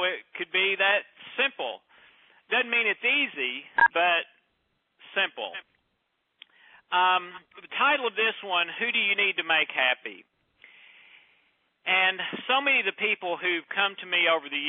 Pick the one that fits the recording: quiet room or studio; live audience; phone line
phone line